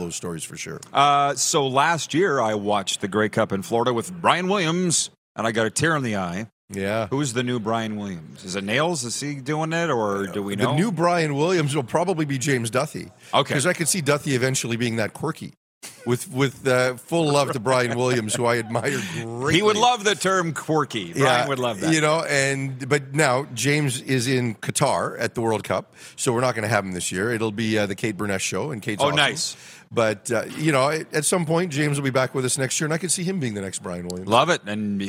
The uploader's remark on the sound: We are BACK for another JAM PACKED Grey Cup Week show LIVE at Baller's Rec Room in Regina, Sask!